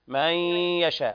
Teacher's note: من يشاء في الموضعين حرف إدغام بغنة ناقص